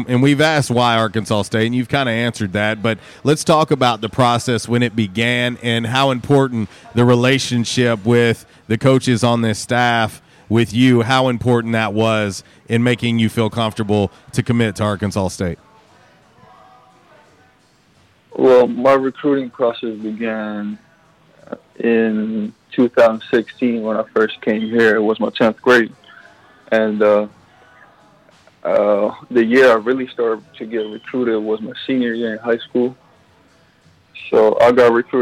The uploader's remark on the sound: On the Back In Action Hotline LIVE from J'Town's Grill.